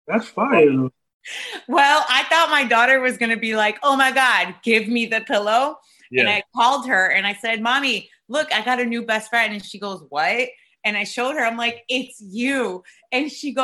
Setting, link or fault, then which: link, video call